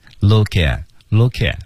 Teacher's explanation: look at, look at,连读 T 失去爆破